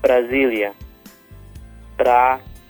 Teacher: You'll notice the S, it sounds more like a Z with the Portuguese pronunciation. That is because it's between two vowels.